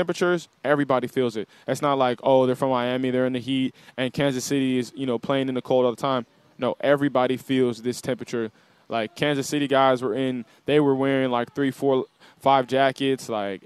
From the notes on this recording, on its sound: live from Hollywood Kia